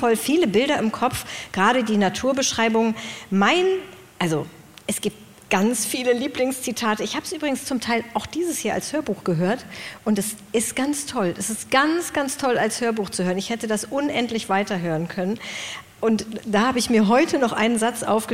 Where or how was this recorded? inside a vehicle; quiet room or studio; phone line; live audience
live audience